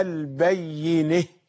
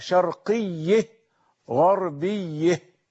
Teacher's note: الإمام الكسائي قد اختص في قراءته بإمالة الحرف الذي قبل هاء التأنيث عند الوقف · Term: إمالة ما قبل هاء التأنيث